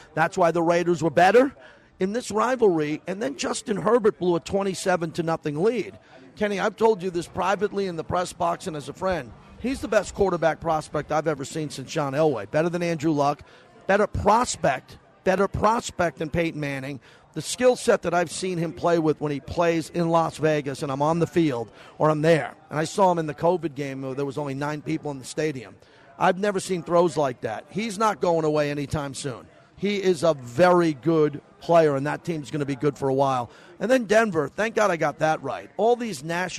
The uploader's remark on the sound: SPORTSXRADIO ON HUMP DAY AT STEINERS PUB. "Live" from #SteinersPub. In Steiner's Pub for hour #2.